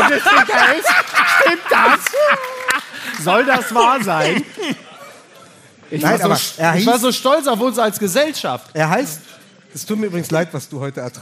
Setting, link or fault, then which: setting, live audience